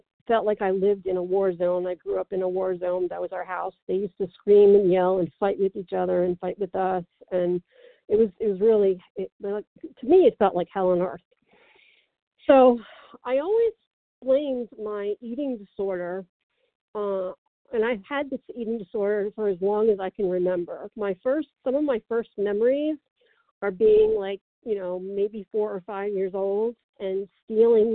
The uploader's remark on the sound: From the 100 Pounders Phone Meeting.